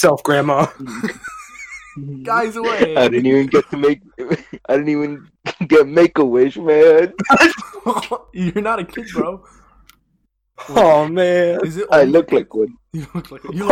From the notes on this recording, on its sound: we're finally getting the hang of the audio issues